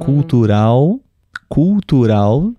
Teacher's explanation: Temos dois L's. E os dois L's têm som de U.